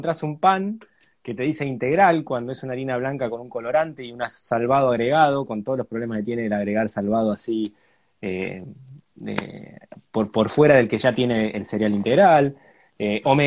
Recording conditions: video call